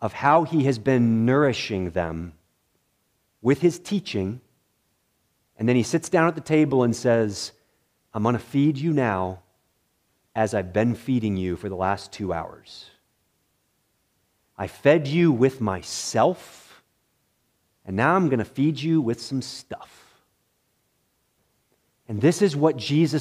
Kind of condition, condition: setting, large echoing room